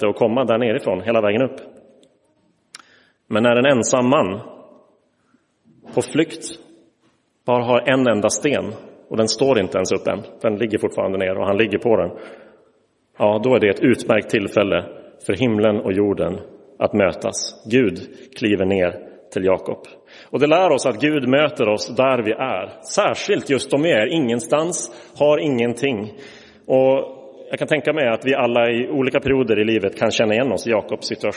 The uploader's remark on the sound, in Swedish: Inspelad i Roseniuskyrkan